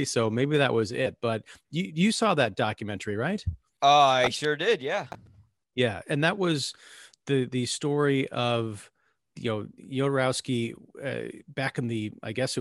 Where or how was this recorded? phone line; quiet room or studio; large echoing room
quiet room or studio